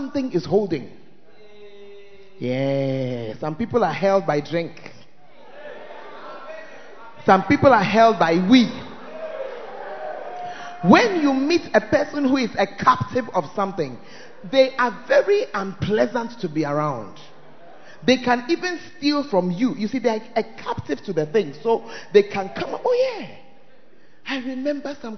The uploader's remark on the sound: Preached At First Love Center, Ayeduase (Tuesday Service)